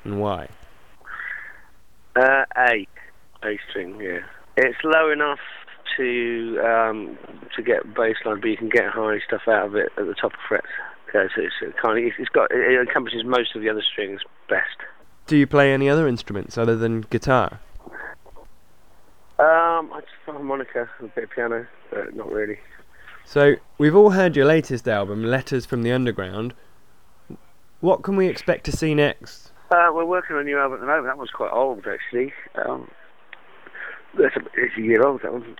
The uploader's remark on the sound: first telephone interview